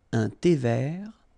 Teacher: Remember, H is not pronounced. Un thé vert, final T not pronounced.